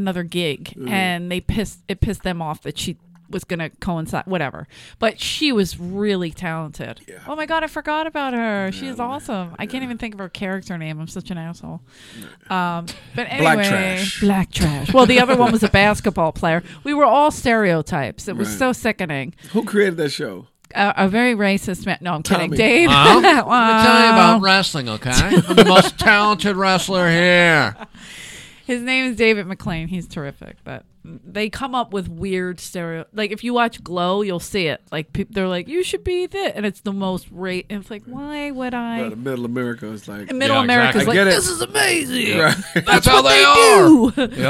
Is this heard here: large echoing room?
no